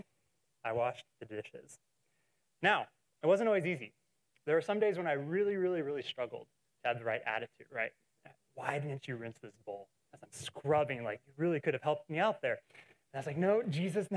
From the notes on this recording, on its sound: Recorded in SGM 101.